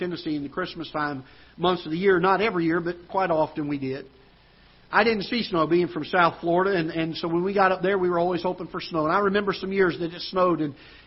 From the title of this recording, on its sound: Ketha Heights Baptist Church ~ Live Broadcast